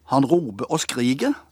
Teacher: Han roper og skriker. Der er R-en vekke overalt i slutten av en, i endelstavelsene.